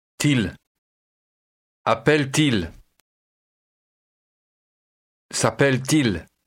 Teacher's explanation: Note the extra T sound between s'appelle and il in s'appelle-t-il.